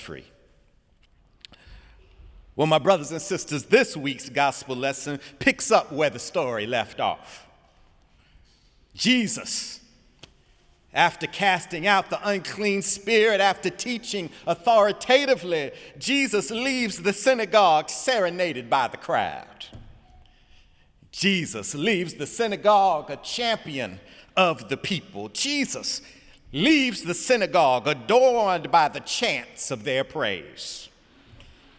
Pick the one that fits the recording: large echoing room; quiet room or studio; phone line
large echoing room